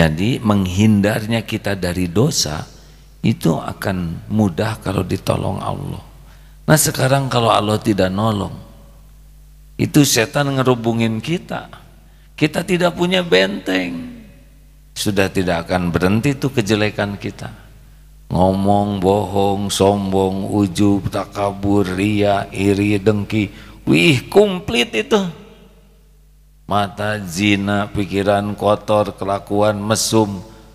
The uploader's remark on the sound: LIVE dari Masjid Daarut Tauhiid Bandung